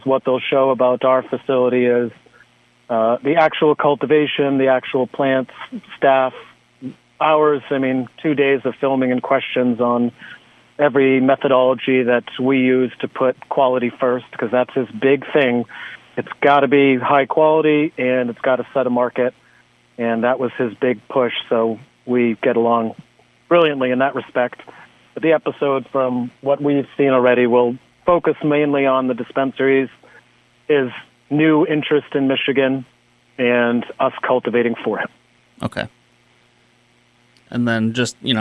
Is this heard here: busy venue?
no